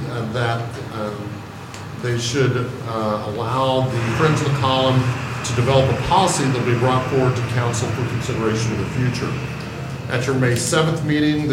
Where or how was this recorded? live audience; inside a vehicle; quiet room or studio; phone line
live audience